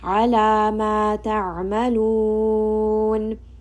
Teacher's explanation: And we are going to pull for 4 counts. This is going to be mad'arid lissukun. So pull for 4 counts when we end here.